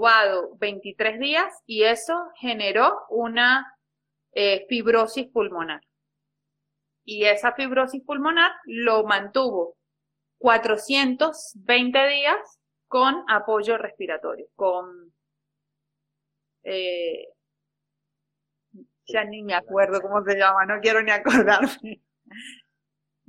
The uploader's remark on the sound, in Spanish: Audio de la charla en vivo por Instagram